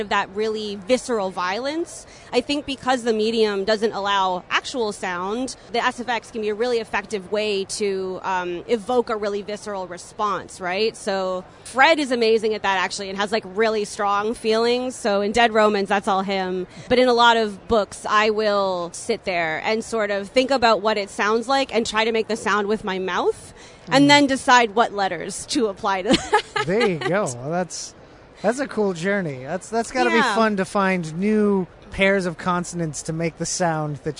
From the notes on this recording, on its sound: recorded at Toronto Comicon